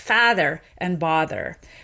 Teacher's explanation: If you're an authentic Bostonian, you'll say something more like father and bother, where they're actually not merged.